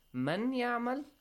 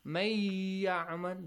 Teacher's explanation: when you merge them, the nun with ya changes. The sound nun changes to ya · Shown in: second take · Term: idgham